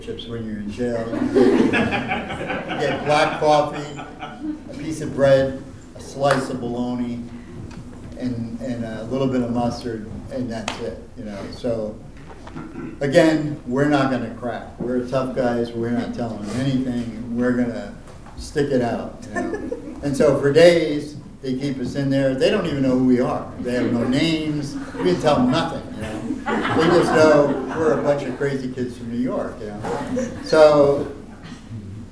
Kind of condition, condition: setting, live audience